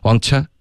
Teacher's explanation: 他送气的比较用力呢，这个 t 的音呢，听起来有一点像一个 ch，的音